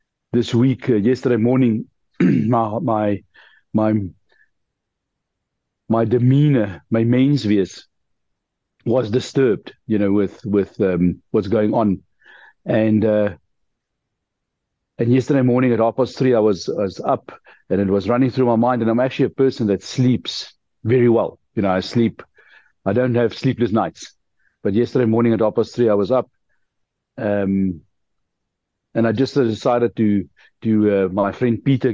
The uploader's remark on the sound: The Transformation Table Zoom Meeting